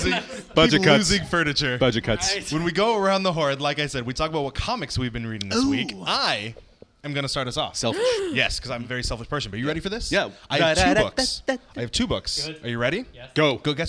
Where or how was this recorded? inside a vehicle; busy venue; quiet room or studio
busy venue